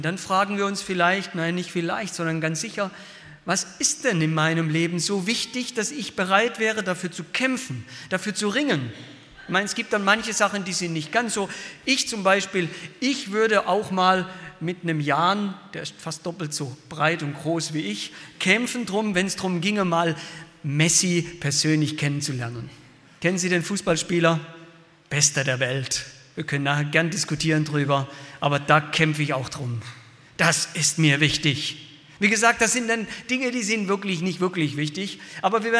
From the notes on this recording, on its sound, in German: aus dem Gottesdienst der Liebenzeller Mission